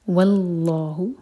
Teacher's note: لام جلالہ ہیوی اور دو حرکہ لمبا